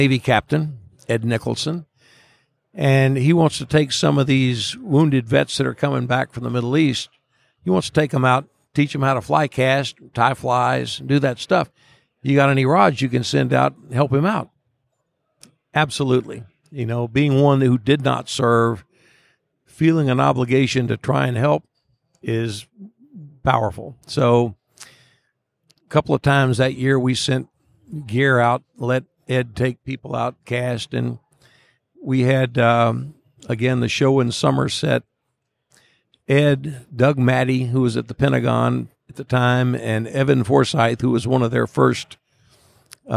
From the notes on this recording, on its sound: From Day Two of the Virginia Fly Fishing & Wine Festival